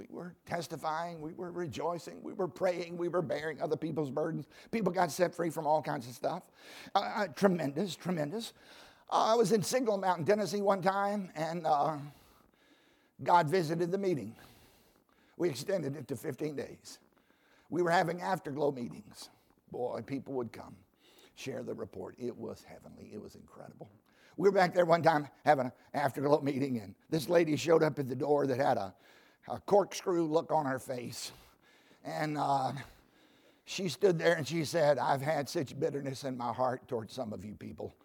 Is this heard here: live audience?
yes